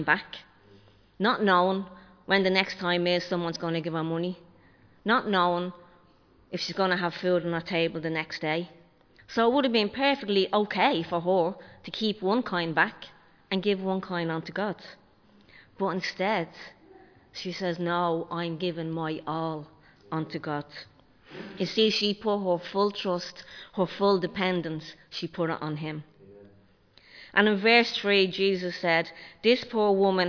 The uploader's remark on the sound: Recorded live in Liberty Church on 5 February 2023